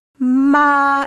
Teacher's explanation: if you take the first tone, ma, it's a flat tone. It's really sung.